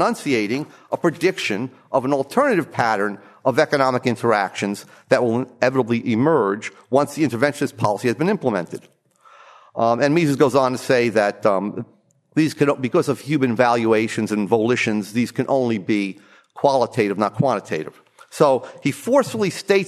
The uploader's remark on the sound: From the session on "Studies in Business Cycles," presented at the Austrian Economics Research Conference. Recorded 22 March 2013 at the Ludwig von Mises Institute in Auburn, Alabama.